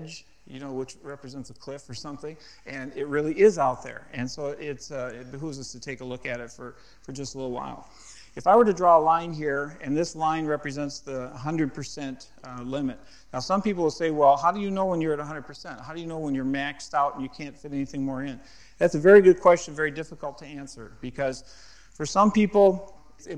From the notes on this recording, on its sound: at a Marketplace Network Forum in Boston